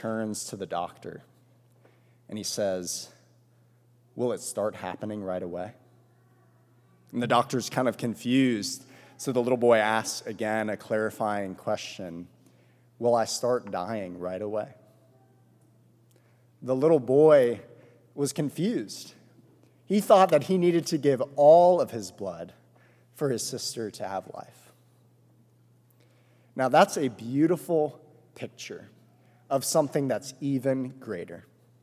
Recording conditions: large echoing room